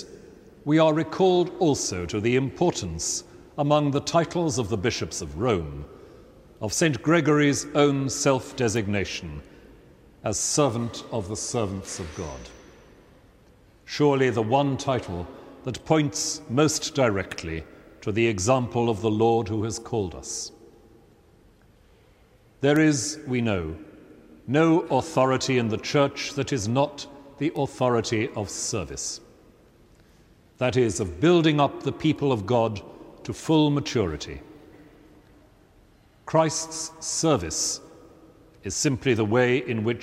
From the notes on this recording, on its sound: An Evensong service in Westminster Abbey.